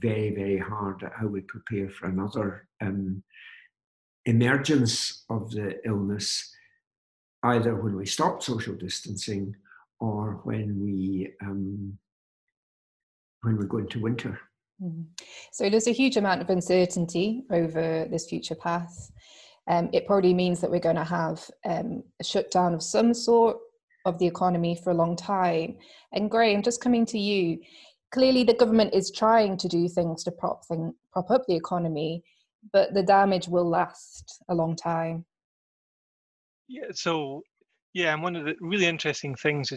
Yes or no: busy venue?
no